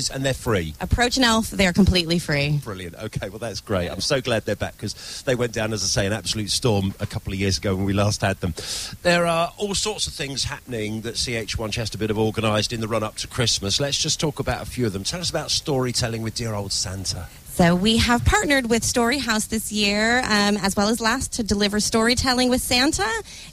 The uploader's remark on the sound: live at the Chester xmas lights